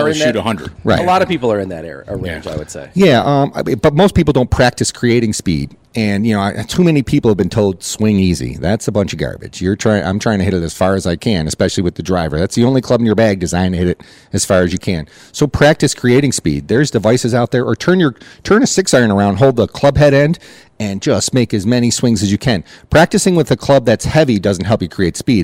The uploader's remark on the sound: live from Lancaster Country Club!